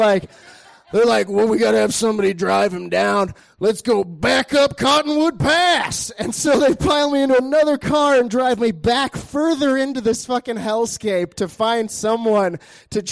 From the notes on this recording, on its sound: These stories were recorded at The Deer Pile on July 18th, 2013